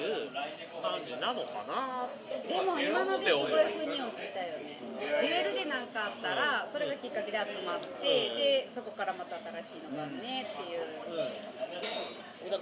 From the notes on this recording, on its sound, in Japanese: 今回のトークは、初の居酒屋収録。居酒屋収録という事で、周りのガヤガヤ感が臨場感ありますが、 その分、多少聞きにくい部分もあるかと思います。